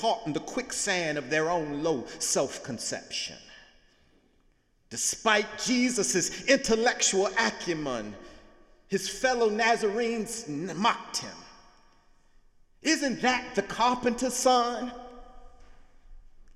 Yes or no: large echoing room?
yes